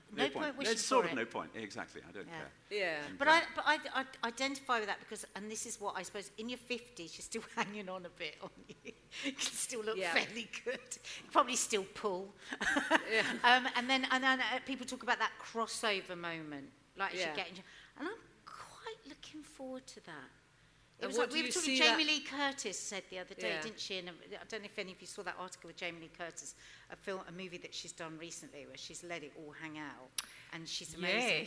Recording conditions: live audience